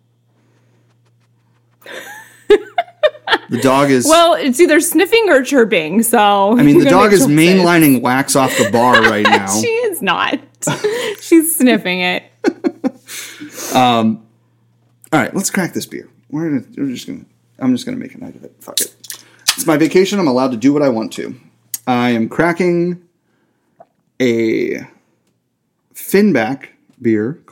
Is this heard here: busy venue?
no